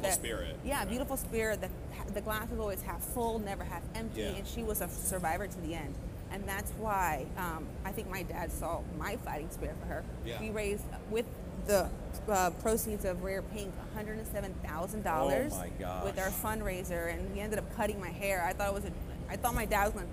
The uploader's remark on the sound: During this interview recorded at the 2021 PCA Las Vegas Show.